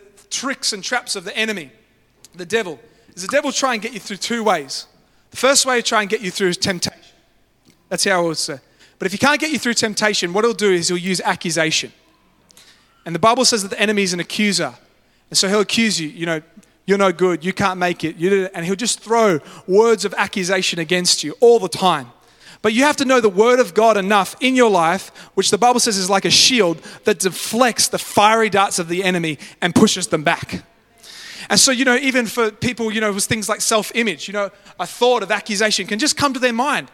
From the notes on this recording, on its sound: live at Freshwater Church on Sunday the 22nd of October, 2023